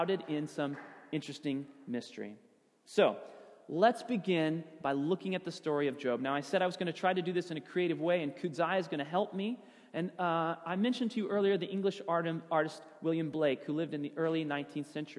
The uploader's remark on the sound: Sermon audio from FIBC Copenhagen, Sunday, January 3, 2016.